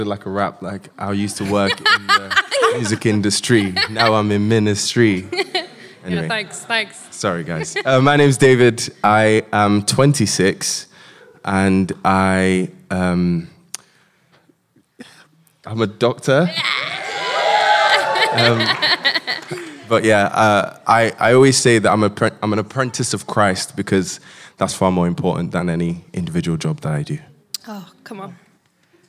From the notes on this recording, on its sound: Live from the Hub